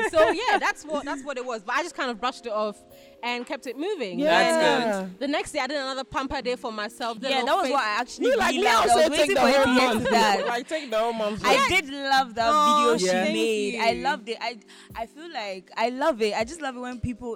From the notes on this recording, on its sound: It’s beach day with the roomies as we take our recording to the beautiful Rehab Beach Club.